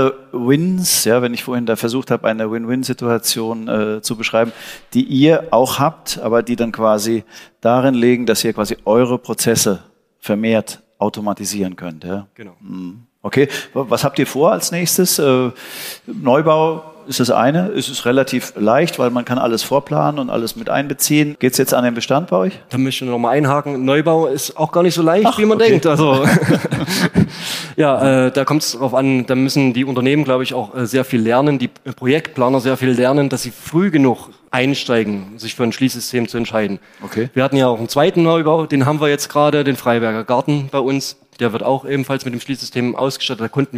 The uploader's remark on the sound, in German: Sie wurde aufgezeichnet in der Eventlocation Mampe Manufaktur am Tempelhofer Berg in Berlin.